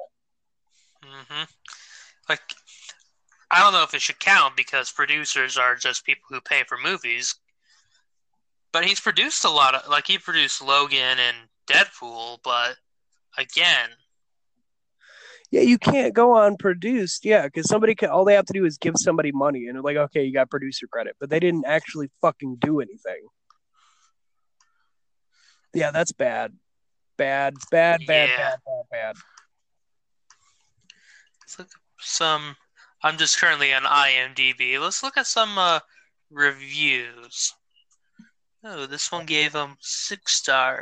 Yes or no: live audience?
no